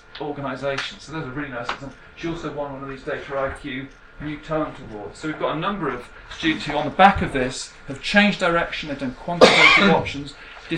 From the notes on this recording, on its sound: Speaks at the SRHE Enterprise and Work-based Learning network event - The Subject Dimension: Embedding Work Based Learning, Placements and Enterprise in Subjects and Disciplines.